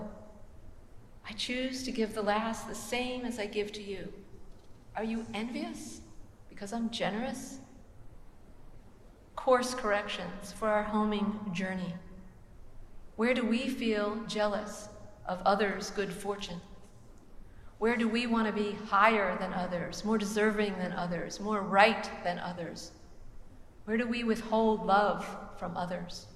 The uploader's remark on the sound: preached at the celebration of the Holy Eucharist